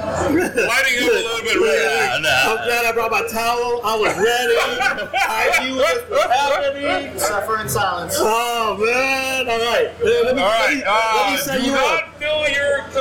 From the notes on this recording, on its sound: For the first time, we recorded a show at a brewery, Voodoo Child Brewing Company.